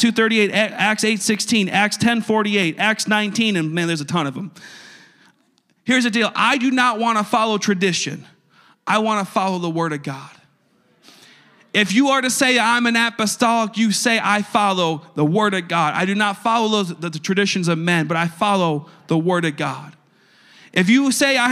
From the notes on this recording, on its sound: a service recording from Connect Point UPC